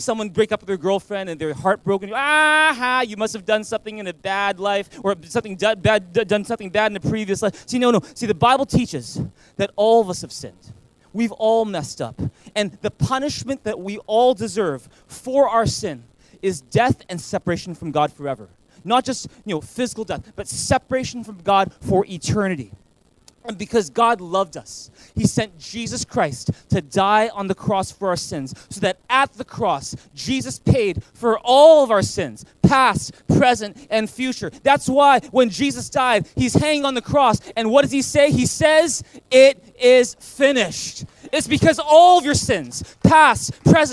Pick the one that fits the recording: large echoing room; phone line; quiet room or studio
large echoing room